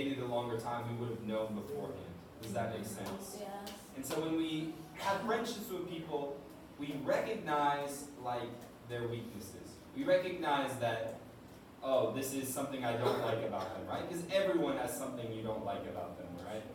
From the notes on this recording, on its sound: This is a recording of a previous lecture we did on relationships, marriage, and sex. The quality of the recording is not our usual standard.